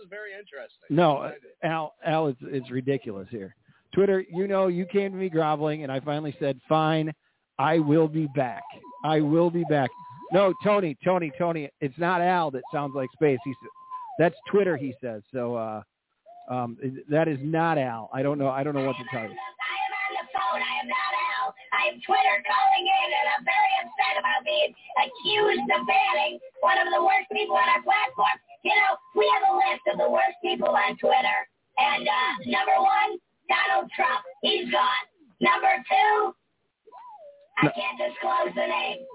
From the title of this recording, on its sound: Live At The Sports Attic